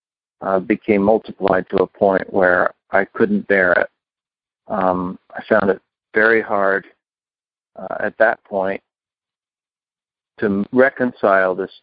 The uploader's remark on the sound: Upstate New York. Noon Phone Speaker Meeting.